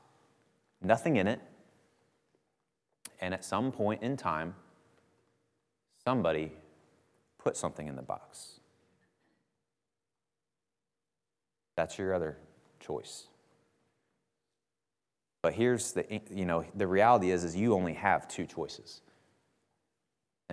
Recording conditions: large echoing room